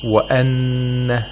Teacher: We have to apply ghunnah for two vowel counts. Nasalization of the noon for two vowel counts. By two vowel counts, we mean the duration of the ghunnah should be as long as two vowel counts, like a mad.